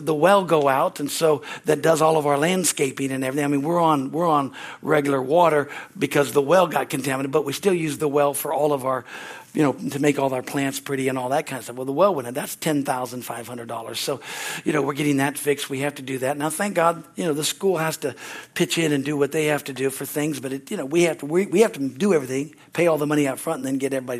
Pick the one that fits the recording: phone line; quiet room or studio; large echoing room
large echoing room